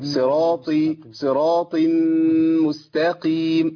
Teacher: لابد ان انا الطاء تطلع بدون نفس. انتوا عارفين الطاء مقطوعه النفس.